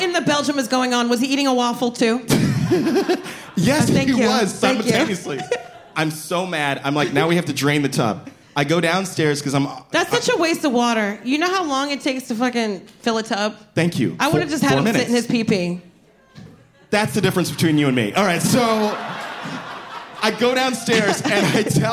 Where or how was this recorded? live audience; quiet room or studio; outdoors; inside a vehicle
live audience